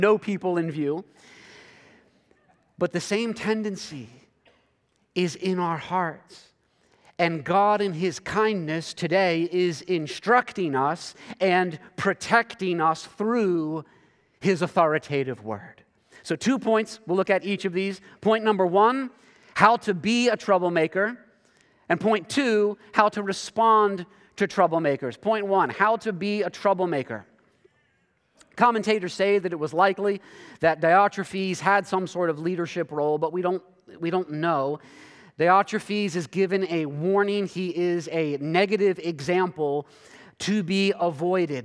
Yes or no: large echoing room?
yes